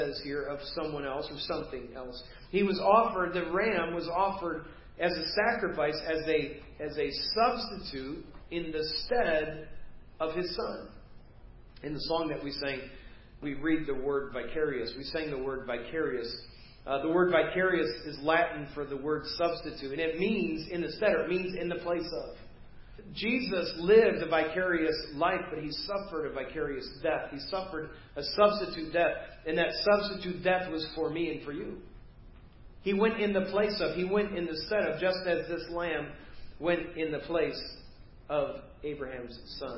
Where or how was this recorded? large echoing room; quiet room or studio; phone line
large echoing room